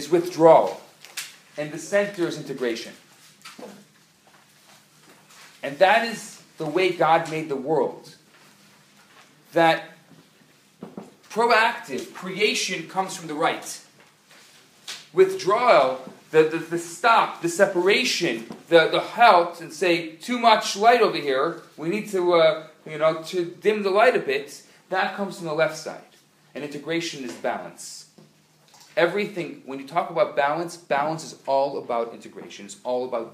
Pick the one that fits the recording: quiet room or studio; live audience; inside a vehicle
live audience